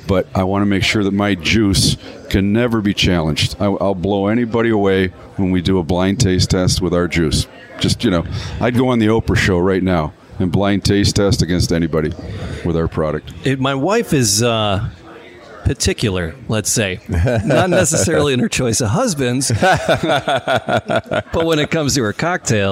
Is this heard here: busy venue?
yes